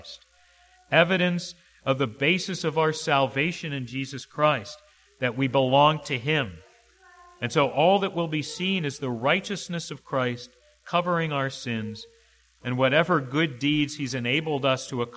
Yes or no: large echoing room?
yes